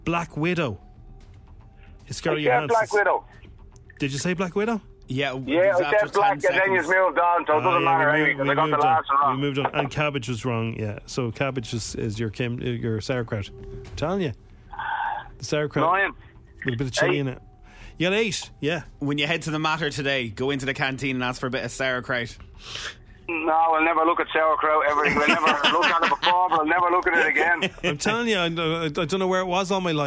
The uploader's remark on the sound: He called in for a chat!